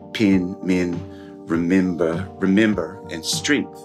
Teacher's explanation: instead of using the vowel sound dress to say pen or men or remember, that middle syllable of remember or strength, they'll use an I sound